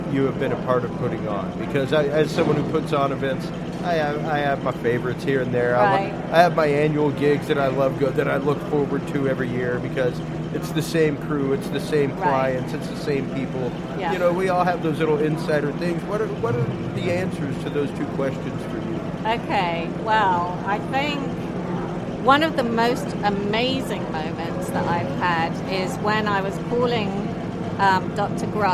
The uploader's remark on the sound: broadcast from the Mecum auto auction in Houston, TX